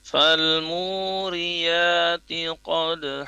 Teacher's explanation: Mu-nya dua harokat karena dia dhamah diikuti wawu.